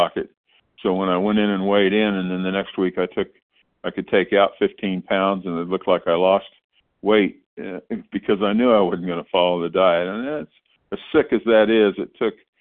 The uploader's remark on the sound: 100 Pounders Phone Meeting, 6/14/23